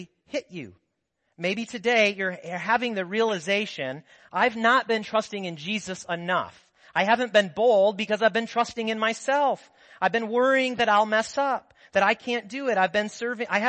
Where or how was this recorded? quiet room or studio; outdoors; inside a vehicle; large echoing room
large echoing room